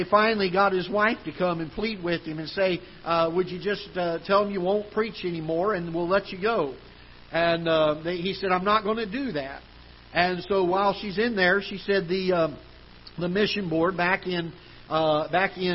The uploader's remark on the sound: Ketha Heights Baptist Church ~ Live Broadcast